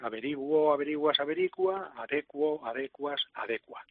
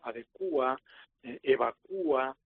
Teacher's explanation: la pronunciación más reciente, pues se decanta por adecúa, acentuando la U · Shown in: second take